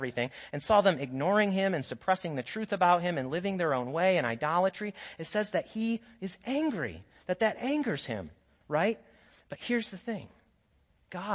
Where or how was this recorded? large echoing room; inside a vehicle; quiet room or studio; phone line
large echoing room